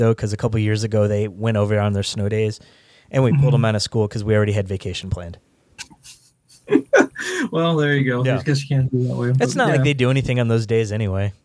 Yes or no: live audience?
no